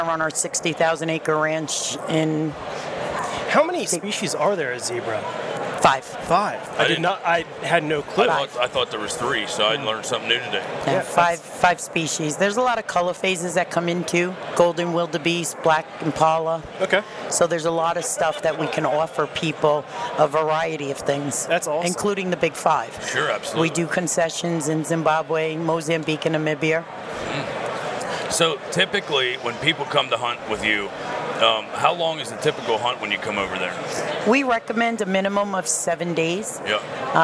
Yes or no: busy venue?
yes